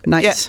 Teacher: Og udtalt med stød.